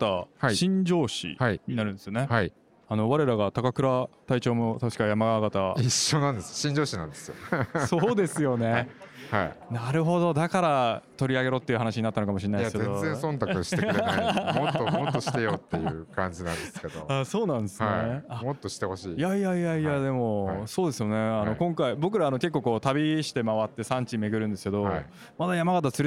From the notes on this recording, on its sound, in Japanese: 今年2月に東京・恵比寿で行われた中川政七商店主催の小売店向け合同展示会「大日本市」の現場レポートをお送りします。